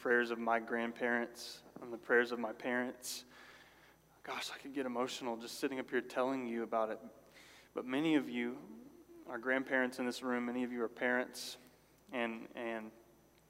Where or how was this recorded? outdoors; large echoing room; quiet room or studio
large echoing room